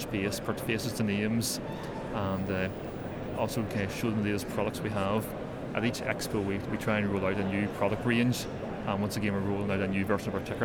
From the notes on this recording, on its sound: Live broadcast from the Federation of Petroleum Suppliers' annual expo 2016 at the Exhibition Centre Liverpool